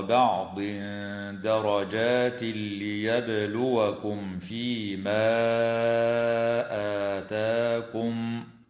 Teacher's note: ويدغم من غير غنة في اللام من قوله تعالى: درجات ليبلوكم، وتقلقل الباء وصلا ووقفا في كلمة ليبلوكم